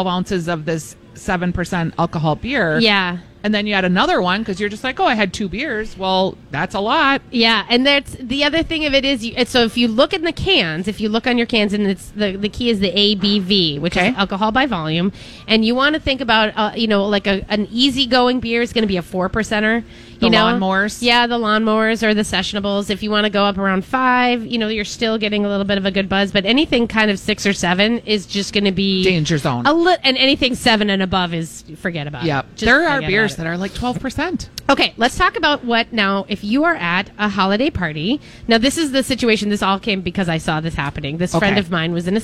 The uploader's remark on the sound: Live Broadcasting at EL Burrito!